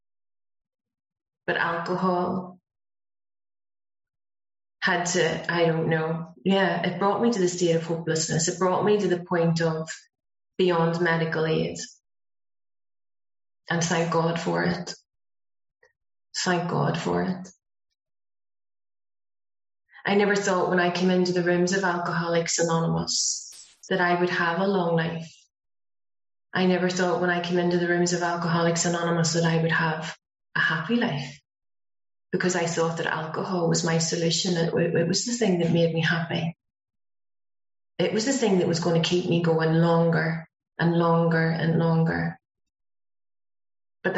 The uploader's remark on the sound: speaking at the Broken Elevator zoom meeting